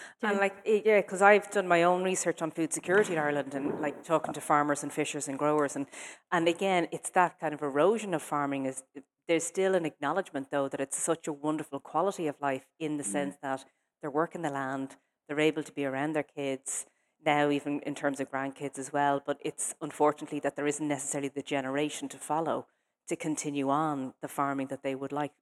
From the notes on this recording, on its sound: LIVE FROM Quin Community Centre